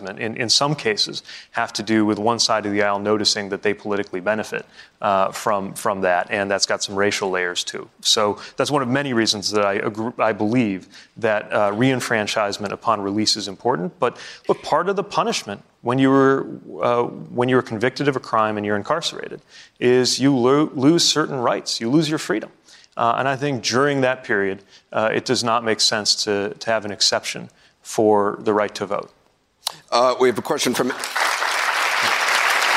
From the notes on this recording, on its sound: questions from students and young New Hampshire Democrats during a live town hall